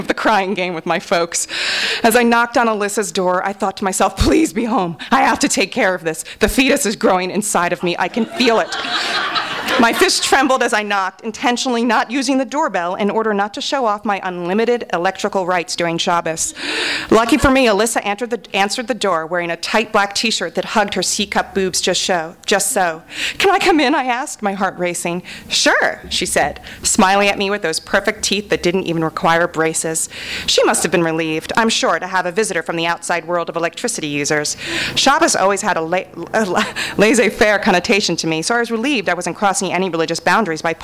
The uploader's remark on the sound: THIS EVENT WAS RECORDED LIVE AT SKYLIGHT BOOKS ON MAY 9, 2013.